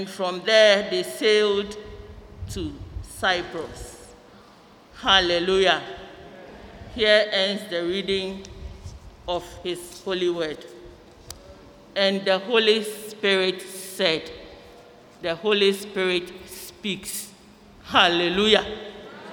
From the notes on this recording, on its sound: Sermon preached at CBC Shiashie Campus